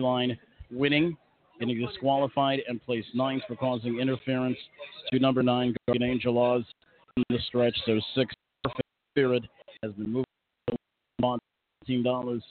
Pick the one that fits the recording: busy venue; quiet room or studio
busy venue